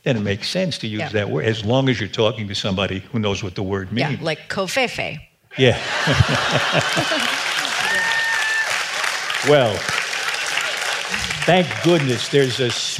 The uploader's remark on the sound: This episode was originally recorded live on stage.